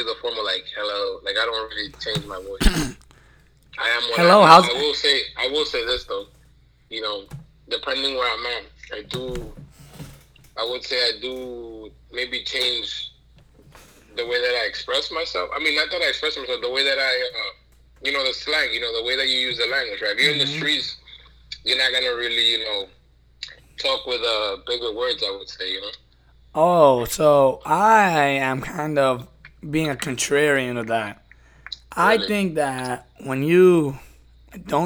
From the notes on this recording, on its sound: Phone calls.